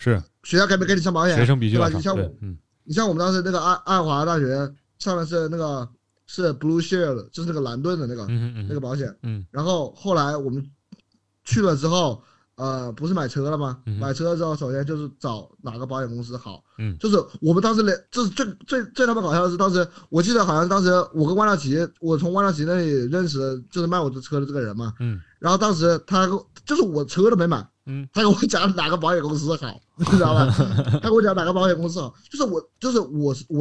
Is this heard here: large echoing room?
no